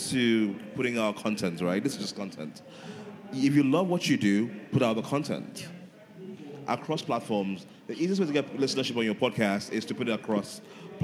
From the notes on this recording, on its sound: Our first-ever live show was such an amazing experience and we were honoured to be given this platform at Social Media Week Lagos